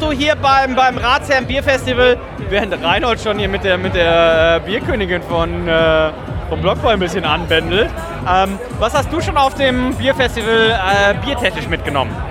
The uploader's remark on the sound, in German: Waren auf dem von Ratsherrn organisierten “ Hamburg Beer Festival ” unterwegs und haben viele Biere probiert und dazu die passenden Stimmen eingefangen. Ratsherrn Hamburg Beer Festival 2023.